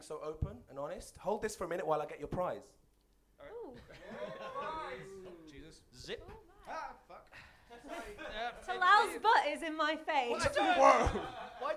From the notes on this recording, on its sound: The first ever live-on-a-stage episode of The LIL Show